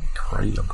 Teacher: uses a southern accent to pronounce crab with, I'm going to say, about 3 syllables